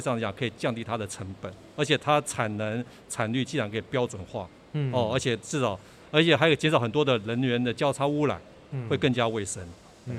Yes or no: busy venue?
yes